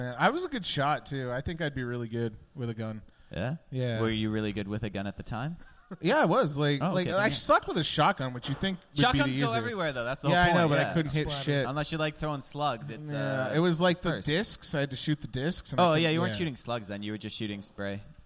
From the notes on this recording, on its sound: Live podcast recorded every Tuesday live at The Company House in Halifax, Nova Scotia.